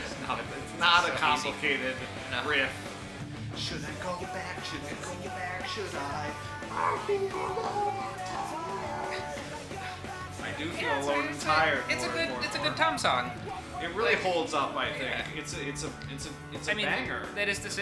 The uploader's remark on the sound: Enjoy some honest-to-God in-person synergy. Special thanks to Korekke Club for lending us their facilities, jeers to the incompetent staff, and apologies to everyone listening for the background noise.